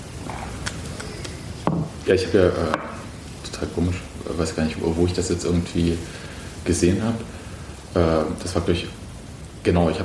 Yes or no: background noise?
yes